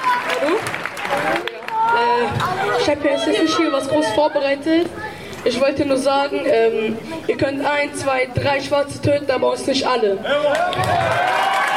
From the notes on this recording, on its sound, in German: Mitschnitt der Großdemonstration im Gedenken des von der Polizei ermordeten Mouhamed Lamine Dramé.